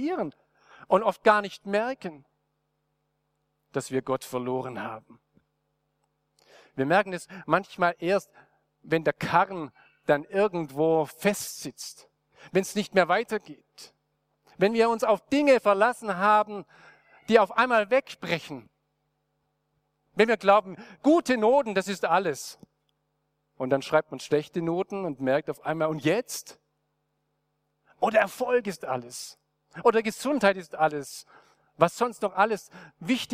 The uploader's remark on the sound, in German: aus dem Classic-Gottesdienst der Missionsberg-Gemeinde (Liebenzeller Mission)